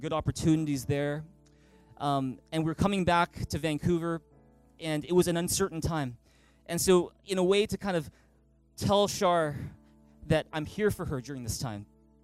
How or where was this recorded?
large echoing room